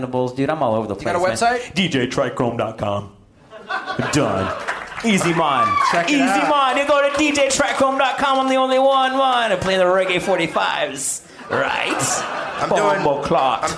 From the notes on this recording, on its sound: Live from the Comedy Club on State in Madison, WI